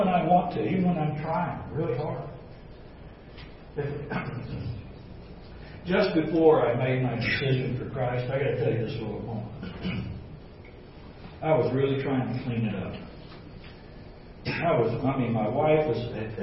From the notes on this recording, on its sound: This recording is an excerpt from an Exchanged Life Life Conference (March 3-4, 2017, by Grace Fellowship International).